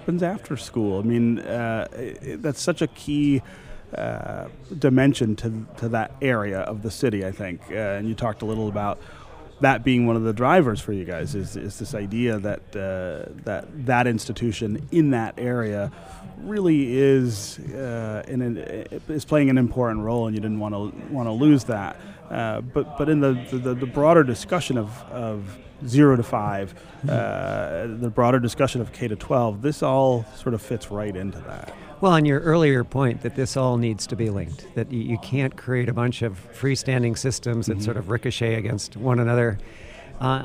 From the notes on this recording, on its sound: from the 2019 Mackinac Policy Conference